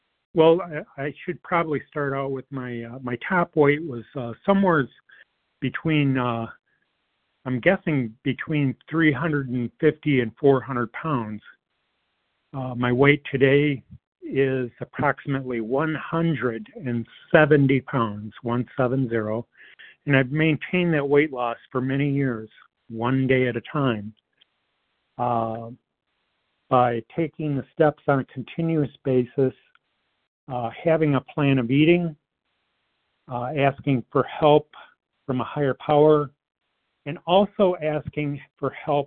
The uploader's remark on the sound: 100 Pounders Phone Meeting